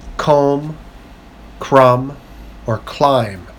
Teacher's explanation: In words ending in MB, the B sound is silent. · Term: silent B